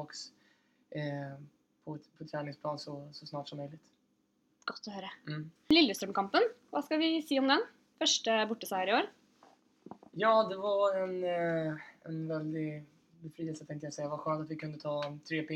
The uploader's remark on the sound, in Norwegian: Lyden ble derfor ikke helt innafor i denne podcasten